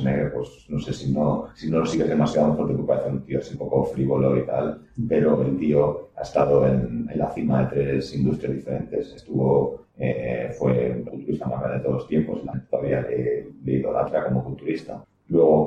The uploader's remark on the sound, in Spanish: Por motivos técnicos ajenos a Emilcar FM la calidad del audio de este episodio dificulta su audición.